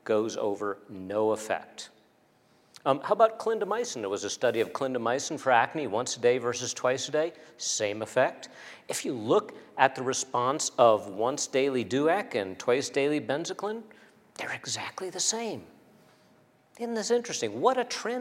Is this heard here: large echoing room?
yes